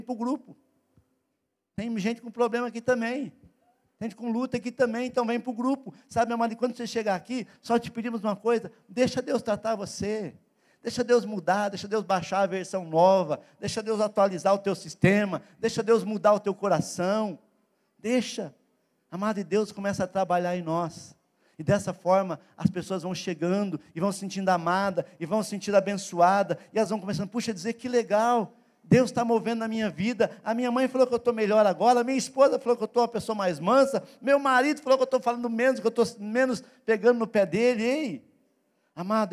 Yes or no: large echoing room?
yes